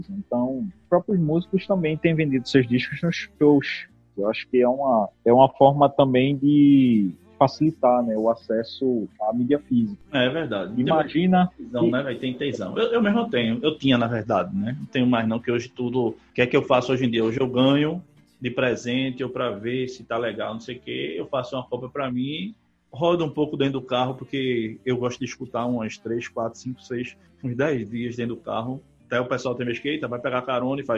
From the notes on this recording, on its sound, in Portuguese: A vontade de iniciar os trabalhos foi tanta que gravamos o audio pela internet e editamos o audio nas nuvens!